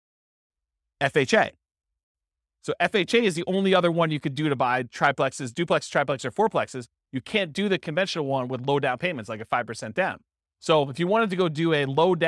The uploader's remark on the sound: This was a live class recorded